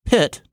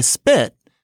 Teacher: I'm more likely to get my hand a little wet if I say pit and put my hand in front of my mouth than if I say spit.